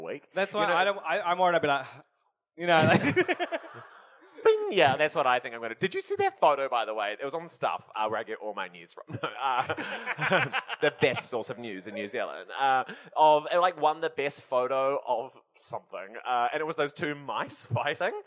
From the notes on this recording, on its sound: Recorded live in Auckland during pride, with a packed audience a lovely buzz on the microphones.